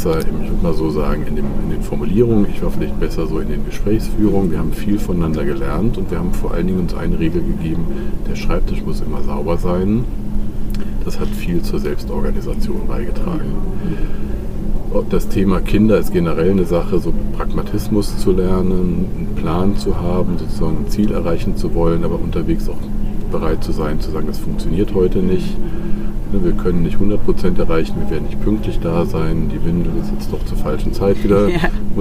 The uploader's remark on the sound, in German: Live-Episode von der ZP Europe